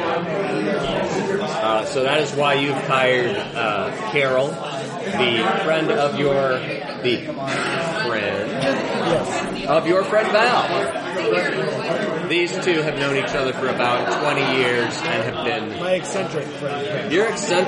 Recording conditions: busy venue